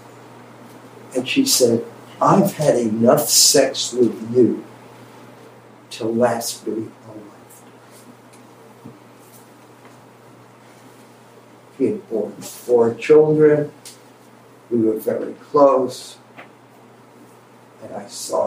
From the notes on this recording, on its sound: Sorry for the quality of the recording. Cleaned up as best as possible.